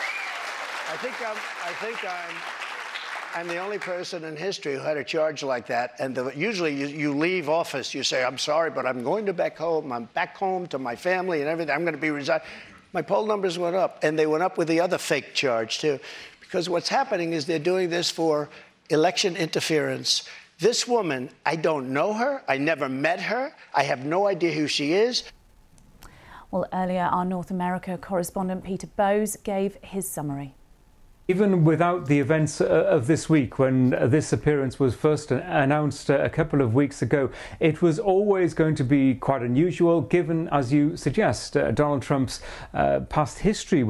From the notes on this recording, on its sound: A live town hall event. CNN town event.